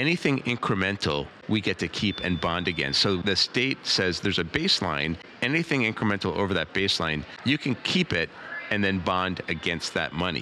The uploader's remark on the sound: Live from Destinations International